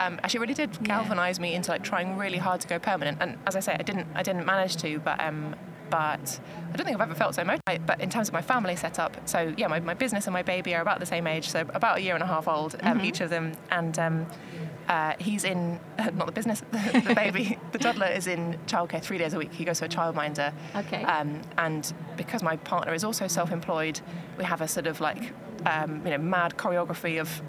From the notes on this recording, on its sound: This episode was recorded on the Shure stand at The Podcast Show, London, on 24 May 2023.